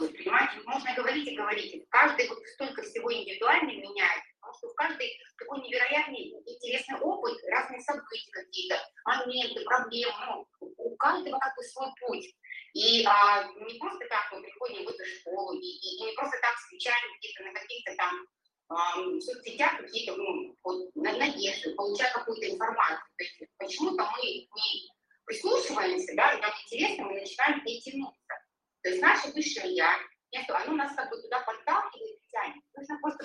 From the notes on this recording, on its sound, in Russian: Запись Вебинара от Академии сверхсознательного коучинга Omline. Запись Вебинара от Академии сверхсознательного коучинга Omline.